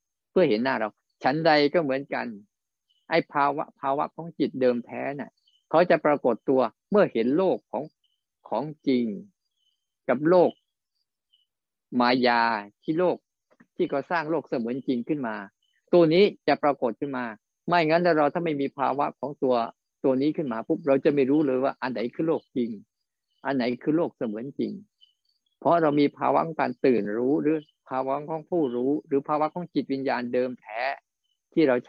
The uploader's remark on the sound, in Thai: บรรยายผ่านระบบ zoom.